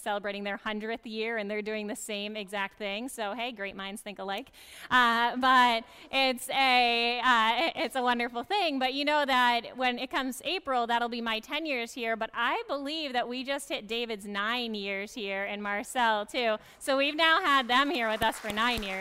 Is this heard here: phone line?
no